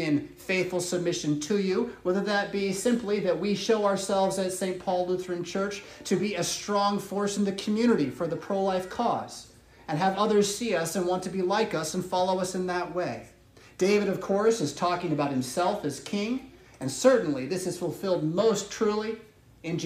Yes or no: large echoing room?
yes